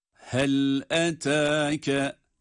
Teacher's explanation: hel derken ha harfi boğazın göğüse bitiştiği alt kısmından çıkıyor. Boğazın ortasından değil.